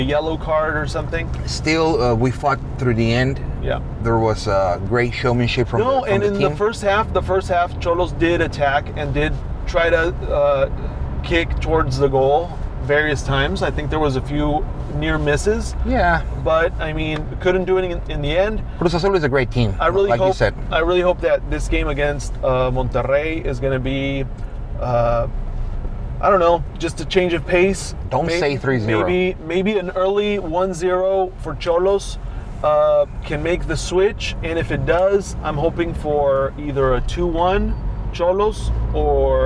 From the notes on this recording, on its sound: We recorded this episode while driving in San Diego.